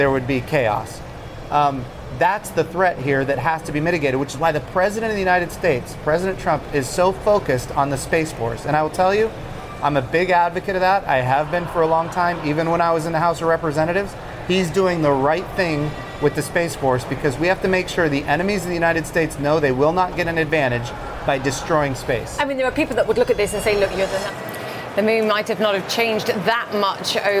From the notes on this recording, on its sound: live from the New York Stock Exchange.